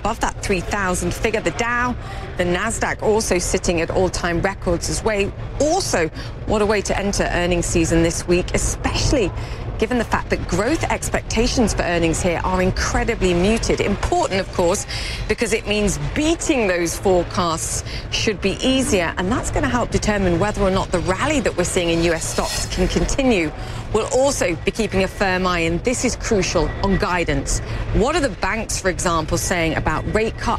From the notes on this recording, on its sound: live from the New York Stock Exchange